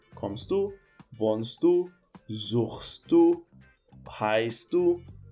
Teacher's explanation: Aí você não pronuncia o t.